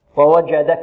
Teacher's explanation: ووجدك الجيم شديدة، ومعنى الشدة حباس الصوت